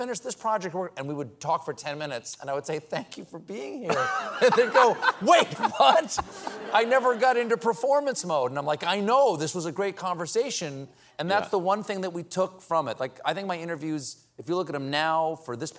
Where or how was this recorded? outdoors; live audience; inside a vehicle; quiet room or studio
live audience